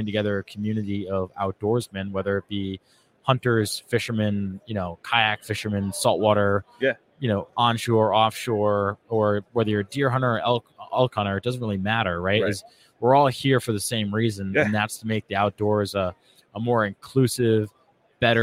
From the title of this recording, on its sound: Live From ICast